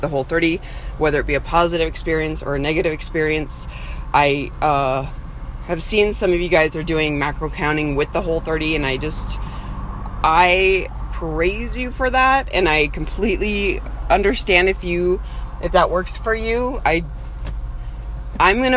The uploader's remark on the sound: Warning: the bonus episodes sprinkled (mmmmm sprinkles) throughout our Whole 30 will not be fancy and pretty. They are iPhone voice memos strung together throughout our days.